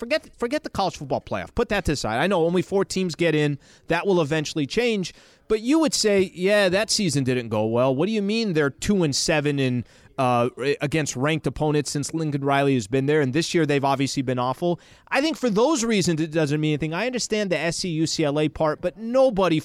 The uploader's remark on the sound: Live From Sunday Swagger HQ! LIVE at Sunday Swagger in Yorba Linda!